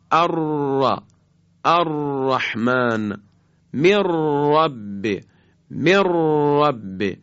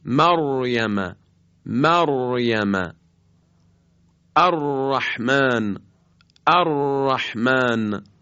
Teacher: و اما مخرج یازدهم محل خروج حرف را هست. این حرف از قطع و وصل خیلی سریع نوک زبان با برجستگی عقب لثه دندانهای صنایعی بالا هست که البته همراه با ارتعاش تارهای صوتیه، که لذا این بارها سری وقتی تکرار میشه میگن صفت تکریر داره، صفت تکریر به این خاطر میگیم.